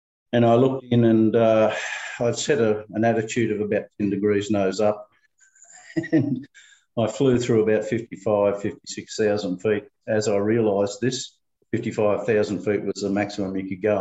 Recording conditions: video call